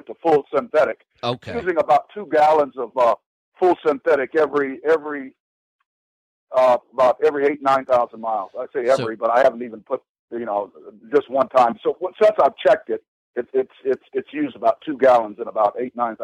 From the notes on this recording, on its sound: Today we have a bunch of calls.